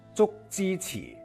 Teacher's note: 读这个《竹枝词》，就这首诗的名字的时候啊，其实你就会发现它全部都是平舌